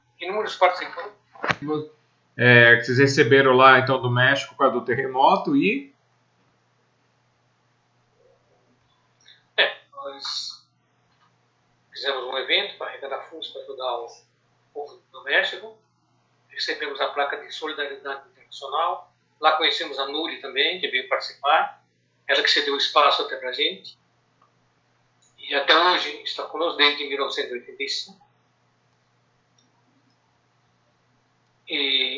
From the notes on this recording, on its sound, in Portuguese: terceira live entrevista, realizada quinta-feira 30/04/2020